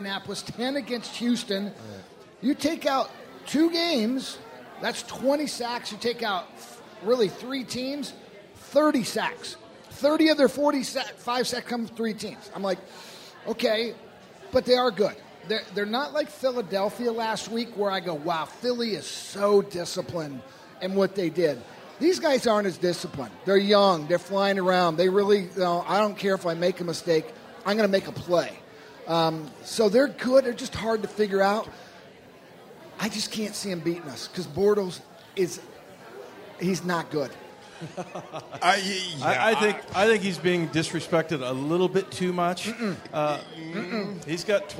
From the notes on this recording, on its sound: sit down live at Pearl Bar and Dining in Bellevue